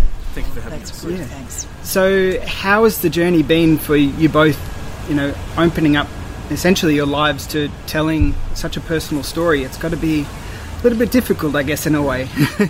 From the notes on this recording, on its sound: This interview was recorded in the Outdoor section of Luna Leederville , so there is a bit of background noise. Many thanks to the folks at Luna for allowing us to utilise their space to record.